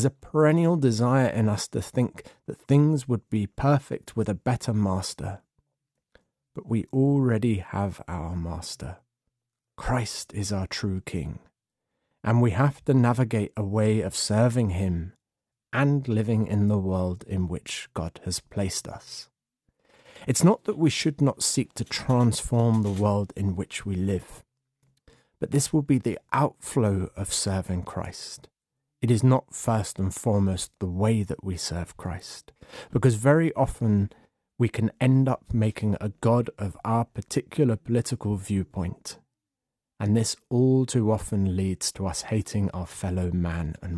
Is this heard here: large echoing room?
no